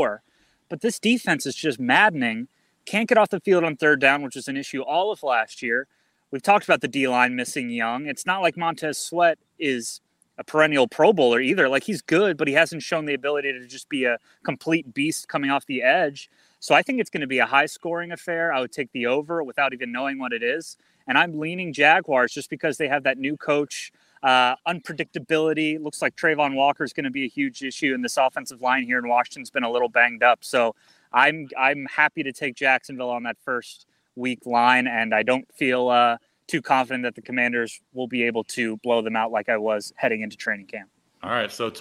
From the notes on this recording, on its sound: live from Washington practice